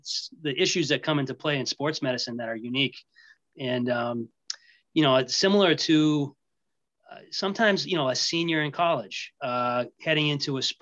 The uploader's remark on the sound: in this LIVE webinar!